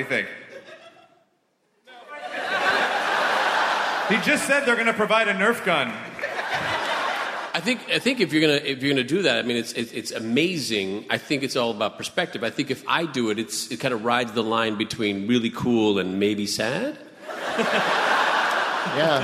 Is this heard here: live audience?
yes